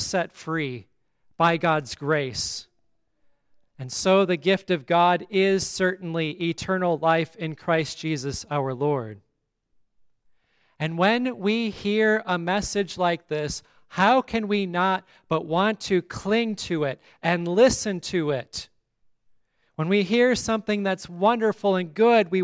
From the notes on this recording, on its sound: On this day we blessed our rebuilt pipe organ. The service at Grace Lutheran Church, Lexington, MO.